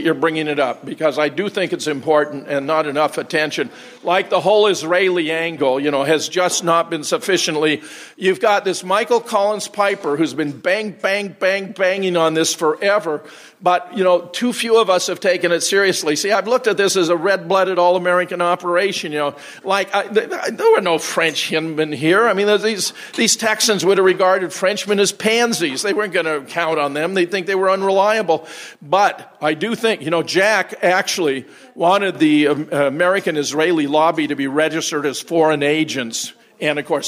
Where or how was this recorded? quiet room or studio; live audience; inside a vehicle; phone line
live audience